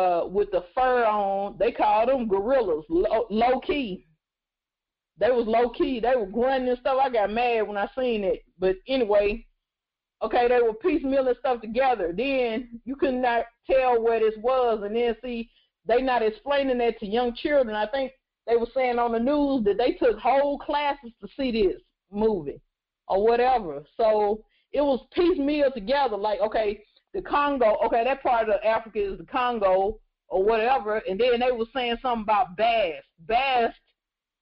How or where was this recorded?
phone line